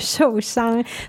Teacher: So shou is fourth tone, right?